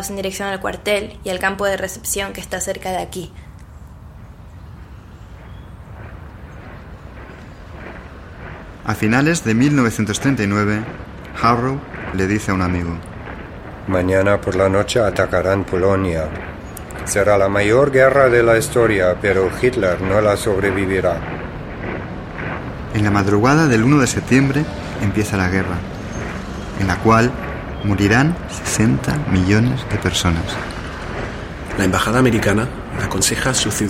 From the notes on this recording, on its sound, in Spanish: El tour fué grabado en lugares originales en el centro de Berlín. Las voces son de personas cuyos familiares fueron miembros de la resistencia o sufrieron persecuciónes.